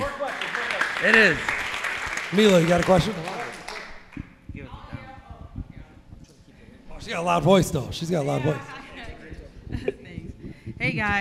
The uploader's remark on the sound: Recorded live at Rozalado HQ in Chicago. Speak to an audience of Cleaning Business Entrepreneurs.